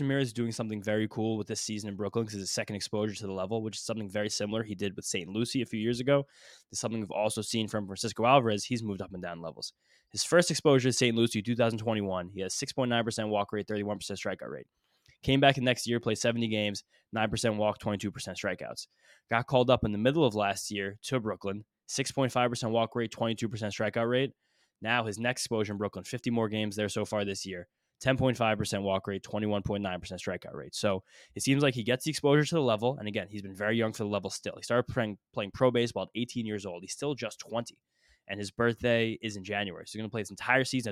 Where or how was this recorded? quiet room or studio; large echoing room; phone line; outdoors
quiet room or studio